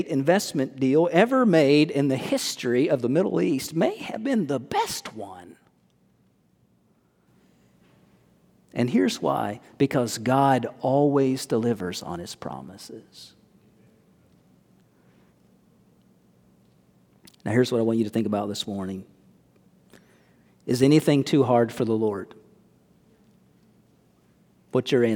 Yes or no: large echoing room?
yes